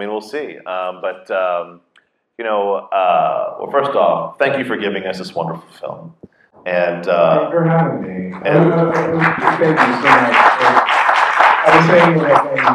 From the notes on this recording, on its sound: Recording live from the Inwood Film Festival in Inwood in NYC. We recorded the podcast on location for the first time in front of a live audience who have just finished screening the award winning film to kick off the 6th annual Inwood Film Festival. While the audio recoring picks up a bit of the room noise.